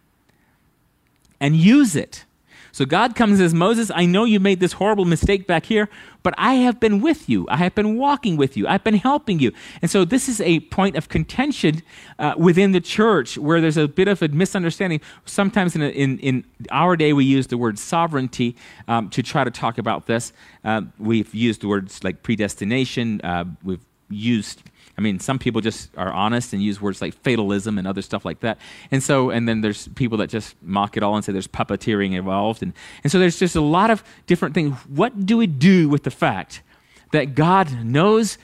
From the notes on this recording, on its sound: at Living Water Fellowship Denver's Sunday morning service on May 22nd 2022.